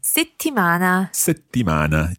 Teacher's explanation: It's almost like you close your mouth in the middle. You don't let any air coming out. · Term: double consonant